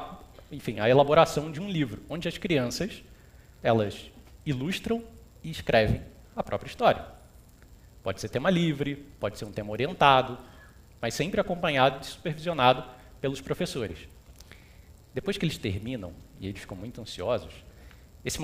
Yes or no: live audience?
yes